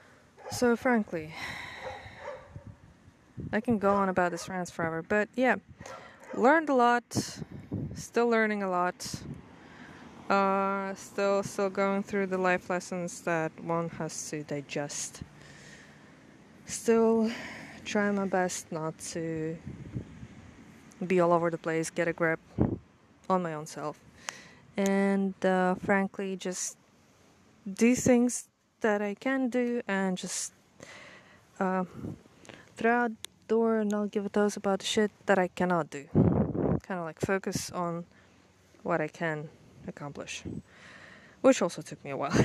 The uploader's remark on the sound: there's ton of sounds as I recorded it all outside.